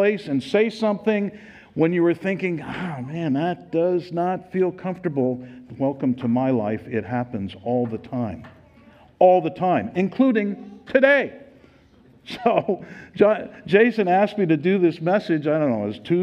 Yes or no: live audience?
yes